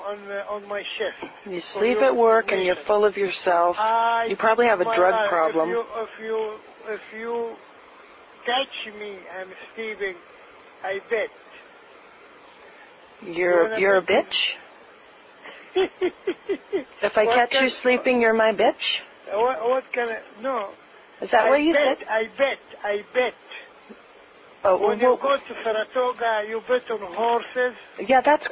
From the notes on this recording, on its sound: Prank Phone Calls